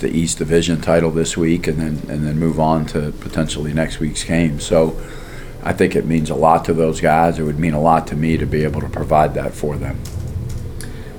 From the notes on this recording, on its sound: Wednesday Press Conference